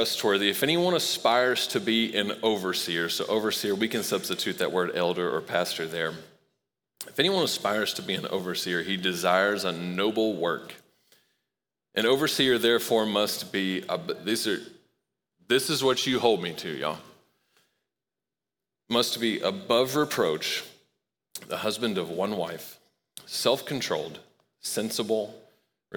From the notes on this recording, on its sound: Recorded live at Long Hollow Church.